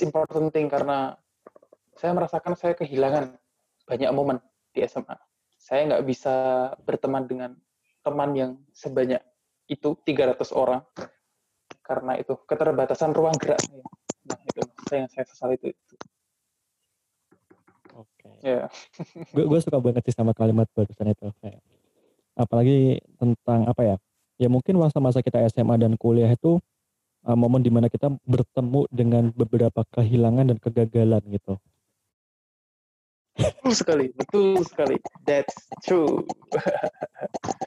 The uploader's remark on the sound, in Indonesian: Mohon maaf atas ketidaknyamanan audio (sudah sebisa mungkin diselamatkan, tapi ini hasil paling maksimal).